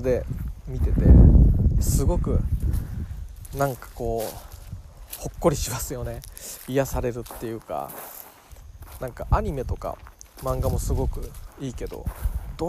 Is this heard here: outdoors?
yes